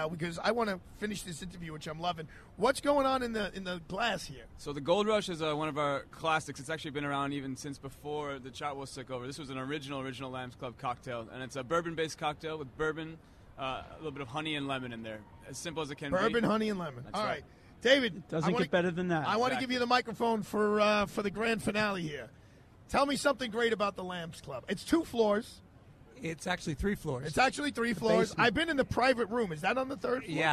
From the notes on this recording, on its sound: Live Broadcast from Father Duffy Square, in Times Square, NYC.